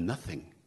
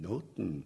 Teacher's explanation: They drop the T, as it were, drop the TH and put a T in place · Shown in: second take